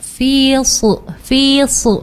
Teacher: Kalau huruf sod itu beda, filsu, filsu. Dia punya sifat-sifatnya itu sofir, menyerupai bunyi binatang.